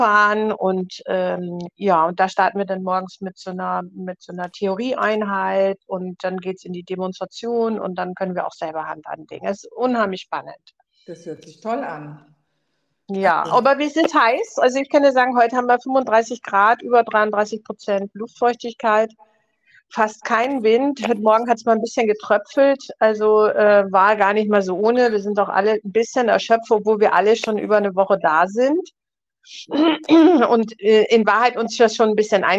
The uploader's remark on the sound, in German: Das nehmen wir zum Anlass und sinnieren live am Telefon.